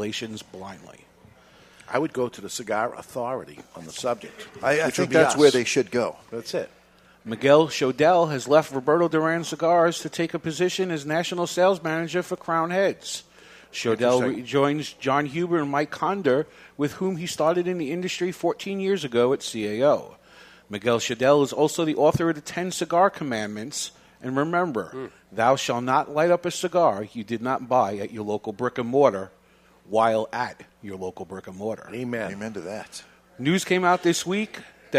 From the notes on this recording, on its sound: broadcasting live from Two Guys Smoke Shop